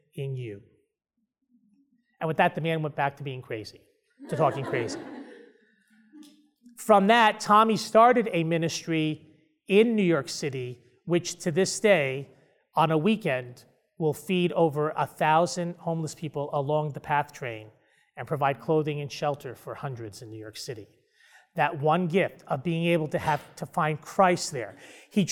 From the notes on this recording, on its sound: delivers his keynote address during a Catechetical Immersion Day at Franciscan University of Steubenville